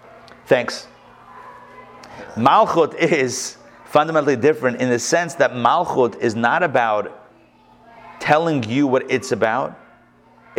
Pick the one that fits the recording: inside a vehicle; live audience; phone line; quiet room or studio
live audience